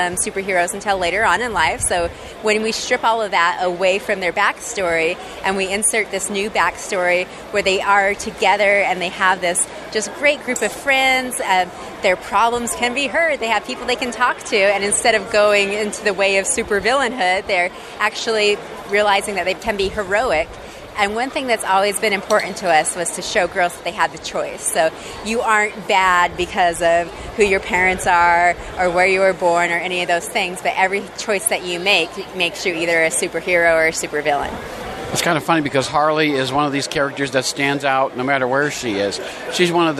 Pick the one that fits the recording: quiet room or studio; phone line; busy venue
busy venue